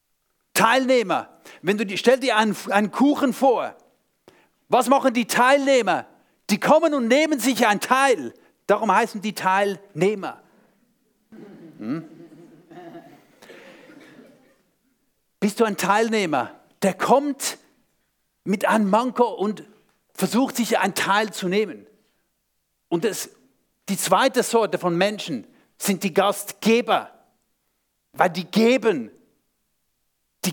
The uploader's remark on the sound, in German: Vortrag beim SUMMIT 2023